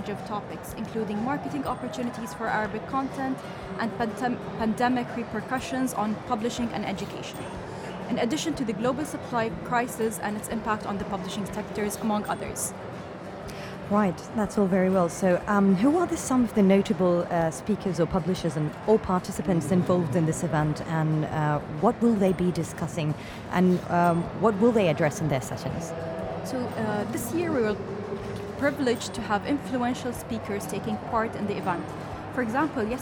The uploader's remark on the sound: Live from SIBF 2022